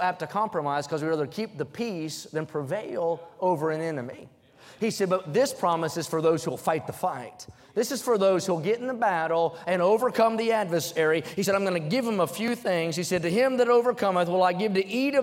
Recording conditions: large echoing room